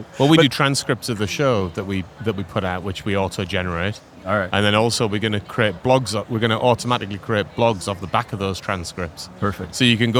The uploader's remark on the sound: We are live from Google Cloud Next 2023, direct from the Expo floor.